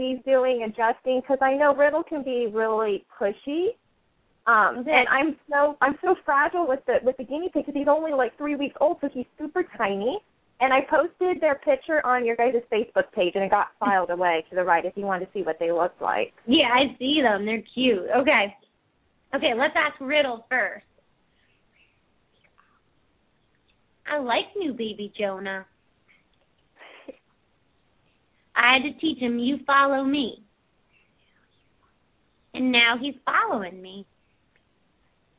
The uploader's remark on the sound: open up the lines for listeners to call